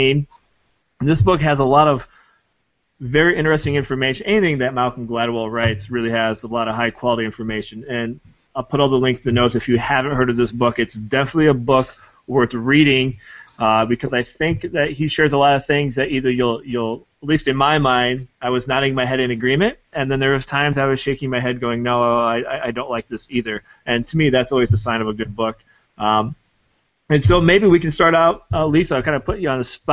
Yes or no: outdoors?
no